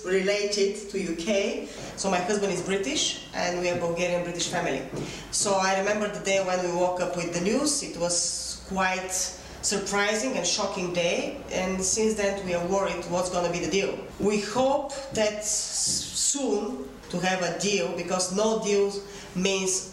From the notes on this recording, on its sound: Was recorded in front of a live audience at our headquarters at the heart of the City of London.